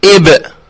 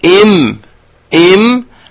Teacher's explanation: فلاحظوا بأن الانطباق أي التصاق الشفتين مع الباء يكون أقوى من انطباقهما والتصاقهما مع الميم، يعني إم إم ليست يا إب، يعني فالانطباق يكون أقوى في الباء ويكون أخف في الميم